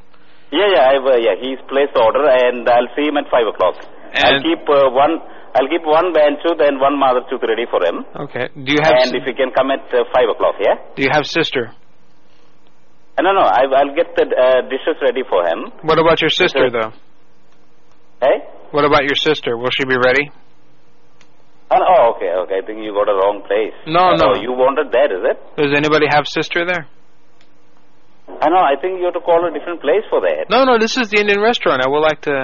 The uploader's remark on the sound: Prank Phone Calls Collection